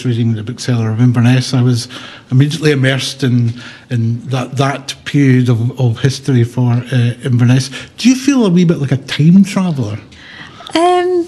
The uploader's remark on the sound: In front of a live and lively audience at the new Inverness Festival of Walking & Wheeling.